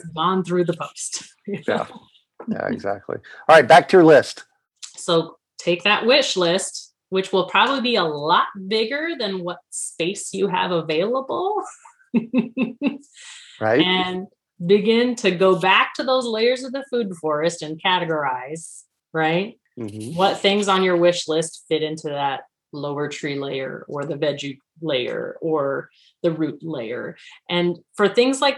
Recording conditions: video call